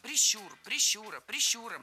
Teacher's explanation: Всегда ударение в этом слове ставим на второй слог.